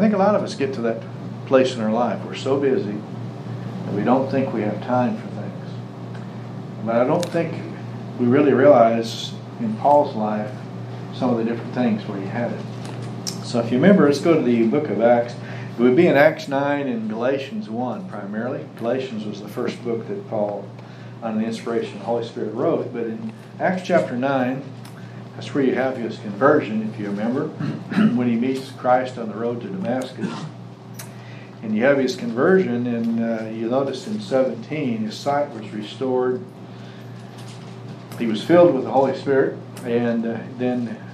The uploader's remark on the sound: Services have resumed with Social Distancing in place, so we have returned to live recordings.